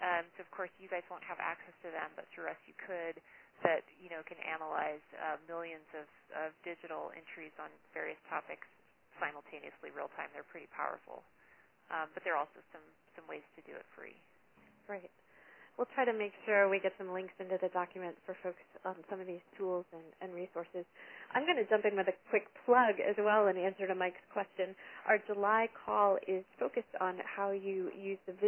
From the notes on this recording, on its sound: Our speakers on this call were